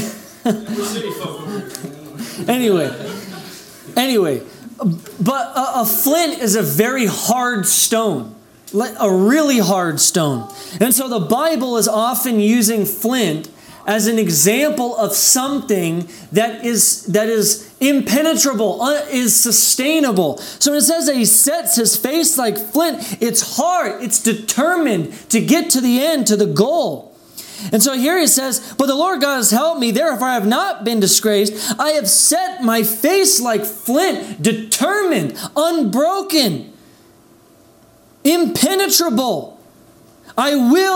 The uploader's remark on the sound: This message was delivered on April 11th, 2021 at Redeemer Community Church.